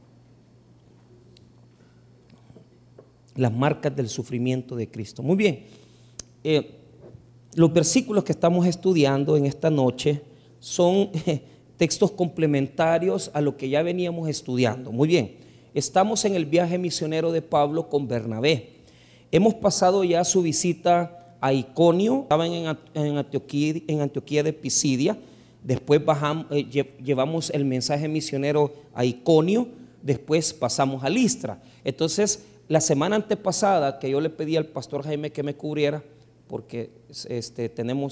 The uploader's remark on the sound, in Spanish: el 21 de Septiembre del 2023 en nuestro Culto de Estudio Bíblico del dia Jueves